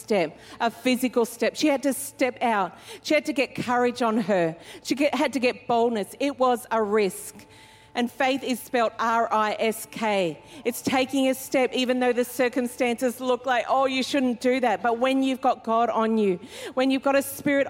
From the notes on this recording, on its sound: Recorded during our 5pm service on Sunday, the 25th of February 2024